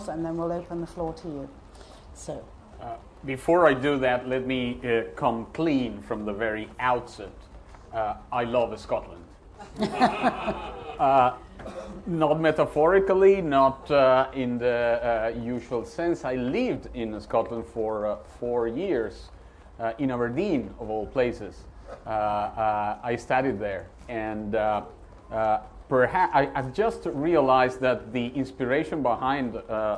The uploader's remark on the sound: at Edinburgh International Book Festival